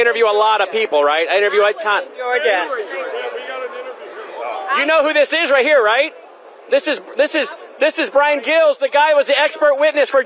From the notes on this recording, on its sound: Live From CPAC